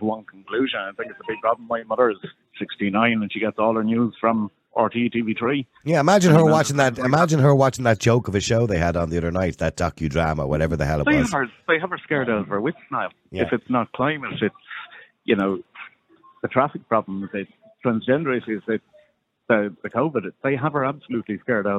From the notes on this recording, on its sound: Opening up the lines to callers, the audience passionately shares their perspectives on media trustworthiness.